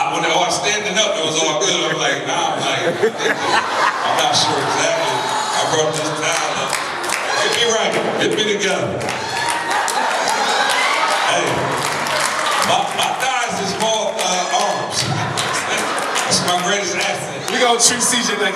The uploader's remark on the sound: In this live episode during the Make Real Estate Real Family Reunion. In this live episode during the Make Real Estate Real Family Reunion.